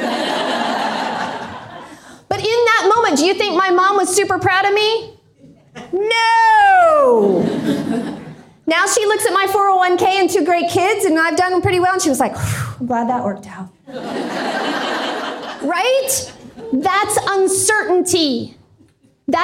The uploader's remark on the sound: This is the audio from a keynote I did for Linking Indy Women in Indianapolis. This is the audio from a keynote I did for Linking Indy Women in Indianapolis. Over 100 amazing career women came early on January 15th to The Hatch co-working space.